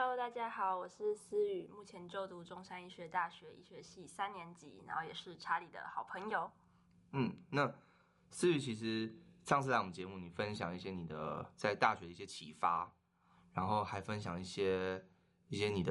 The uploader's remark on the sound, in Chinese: 近期我們收到很多關於聲音品質不足的回饋。我們初步研判，可能有時候錄音的地點限制，後製處理如降噪音等後會降低一些聲音，造成部分聽眾的不便。